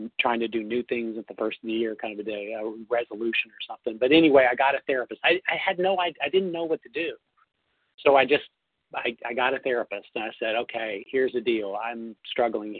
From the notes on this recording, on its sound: Phone Meeting on 11/3/20. 100 Pounders Phone Meeting.